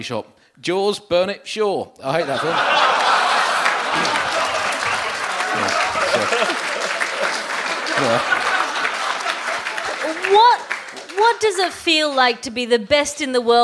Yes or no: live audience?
yes